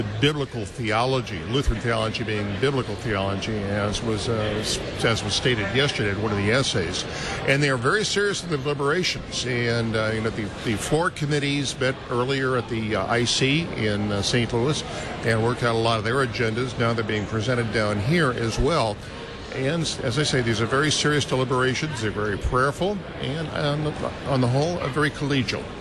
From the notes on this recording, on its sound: LCEF Live from Synod Convention. Live from the 67th Regular Convention of the LCMS.